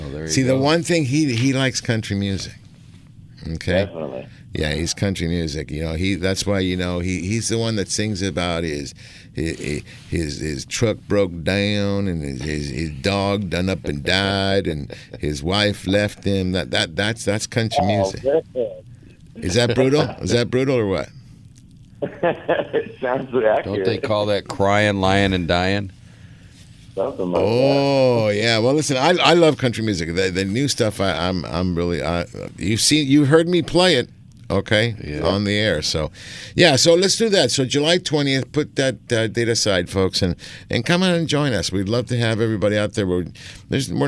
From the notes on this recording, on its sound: "LIVE" from Angel Stadium in Anaheim, CA